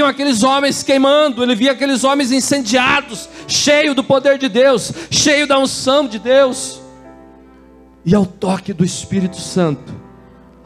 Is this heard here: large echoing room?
yes